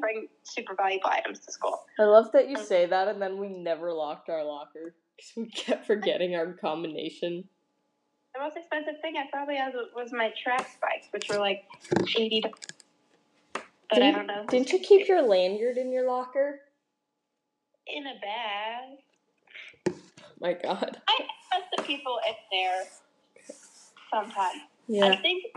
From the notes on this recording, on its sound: We know the audio quality for this episode is bad, I think we mentioned it in the episode but we recorded this on an iPad instead of a computer without our mic so that is why.